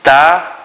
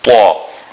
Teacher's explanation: It is not تا but طا. The tip of the tongue has to touch the roots of the two top front teeth. · Shown in: second take